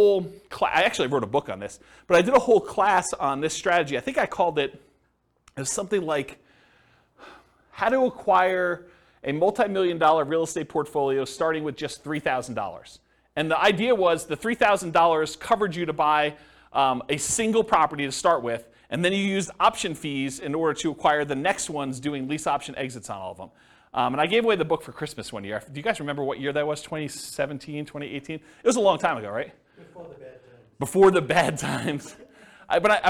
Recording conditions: live audience